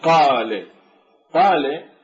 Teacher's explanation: لما نمد هذه الحركة الفتحة يعني فتنقلب إلى ألف · Term: مد طبيعي